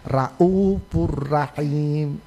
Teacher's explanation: membaca ro dengan menebalkan huruf ro